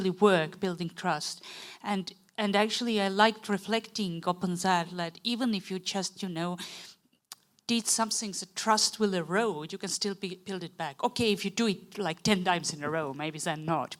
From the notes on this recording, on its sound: In this special episode of the podcast recorded at a live event in 2023, four experts discuss the role of science advice in emergency situations.